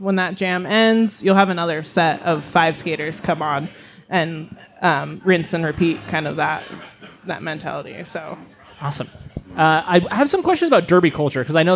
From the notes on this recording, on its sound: This episode was recorded in front of a live audience at Black Rabbit Mead in Reno, Nevada on July 27, 2023.